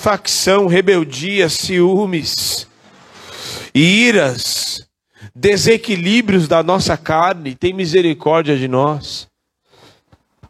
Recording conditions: large echoing room